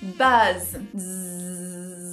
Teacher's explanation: tem os dois Z's no final, você pode até deixar um tempinho a mais quando você for falar